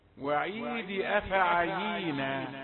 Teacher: لكن هنا عندنا حفظ نلتزم برسم المسح، دال مكسوره كسره واحده